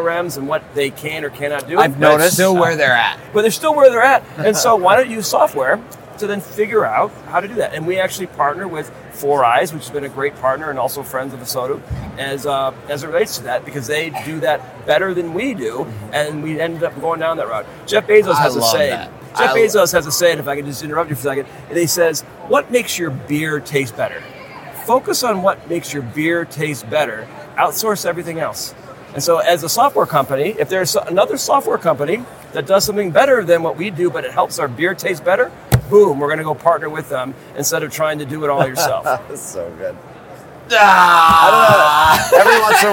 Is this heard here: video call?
no